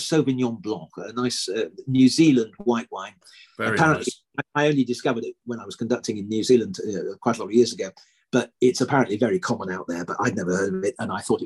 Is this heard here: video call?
yes